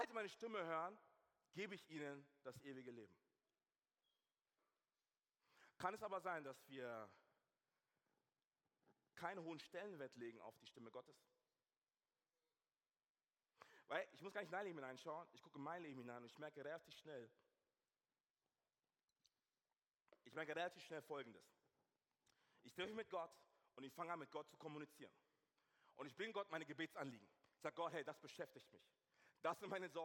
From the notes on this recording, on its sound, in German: aus unserem Gottesdienst